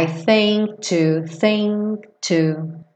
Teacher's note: no think, você não escuta o k